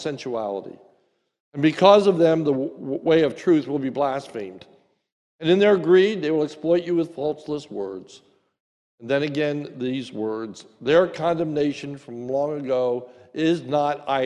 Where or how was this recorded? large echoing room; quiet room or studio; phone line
large echoing room